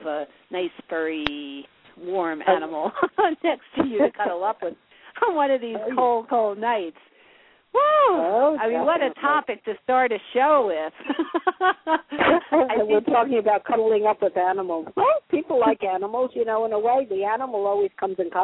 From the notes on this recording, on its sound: take your calls on the air - LIVE!